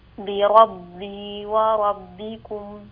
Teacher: احرصي على جهر الباء في بربي وربكم، فيه نسبة من الهمس عندك في الباء